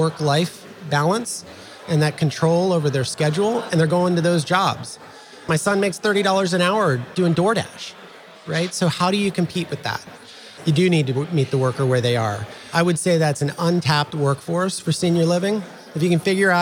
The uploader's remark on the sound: This episode was recorded at the NIC Spring Conference.